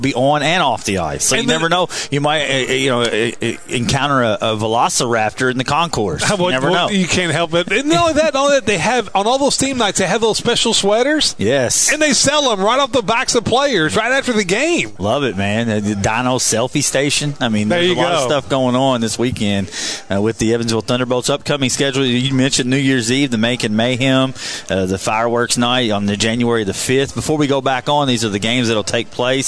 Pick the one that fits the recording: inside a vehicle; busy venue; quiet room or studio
busy venue